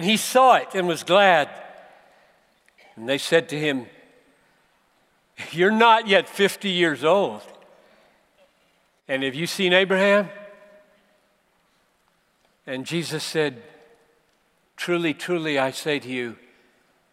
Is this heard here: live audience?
yes